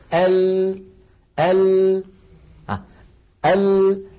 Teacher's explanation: جربوا هكذا ال ال ال، الصوت يخرج من هنا من الرئتين، الهواء يخرج لما يصل إلى الفم يجد هذه المنطقة قد انقفلت تماما، فيضطر الصوت أن ينحرف بعضه عن يمين اللسان وبعضه عن يسار اللسان ثم يتابع طريقه إلى الخارج. · Term: صفة الانحراف